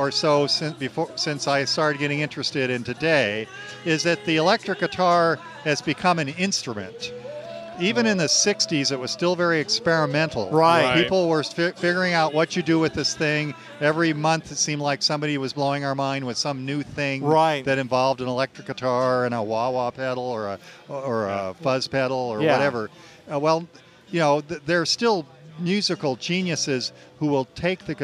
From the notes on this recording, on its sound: We did our best recording all day outdoors